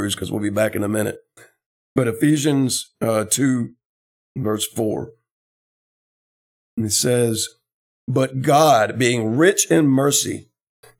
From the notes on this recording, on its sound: This is the sermon from our Sunday morning Worship Service